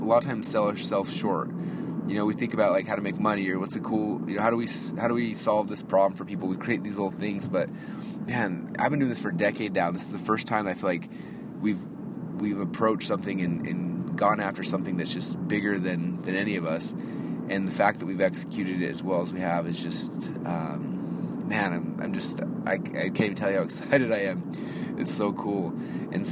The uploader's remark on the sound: A very late-night “Marketing in Your Car”. Now I am driving back home to go get some sleep.